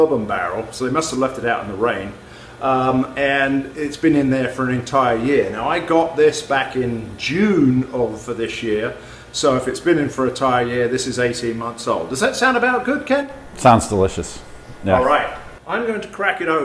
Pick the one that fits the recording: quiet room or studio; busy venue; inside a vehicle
busy venue